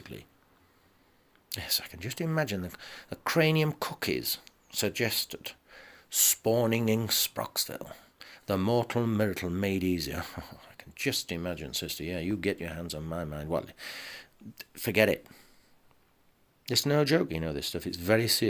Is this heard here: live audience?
no